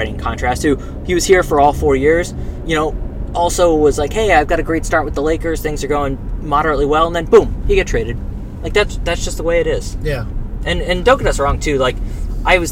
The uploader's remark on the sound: Live from the L.I.E. and B.Q.E. Brooklyn apartment.